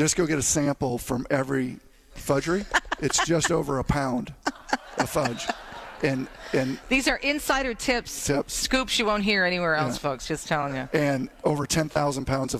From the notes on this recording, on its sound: broadcasts live from the Grand Hotel on Mackinac Island